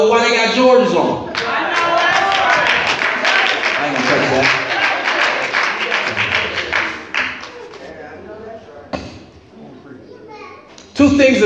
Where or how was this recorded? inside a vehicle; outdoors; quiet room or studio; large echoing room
large echoing room